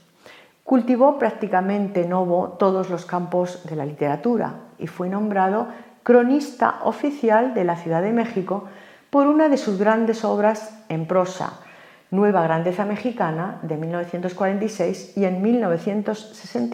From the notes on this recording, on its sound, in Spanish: Hoy, dentro del Ciclo de Conferencias que el Teatro de la Zarzuela programa en colaboración con la Asociación Amigos de la Ópera de Madrid. La conferencia fue grabada en el Teatro de la Zarzuela en mayo de 2022.